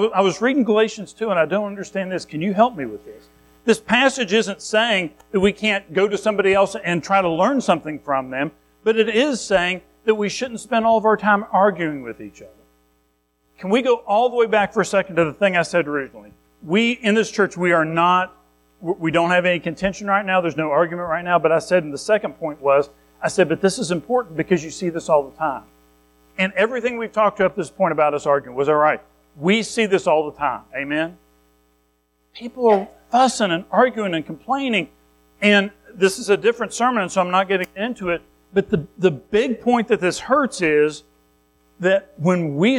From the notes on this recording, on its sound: Recorded at Madison Baptist Church in Madison WV.